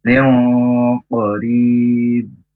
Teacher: Neng ada tahannya supaya ikhfa atau supaya samar. · Term: ikhfa ab'ad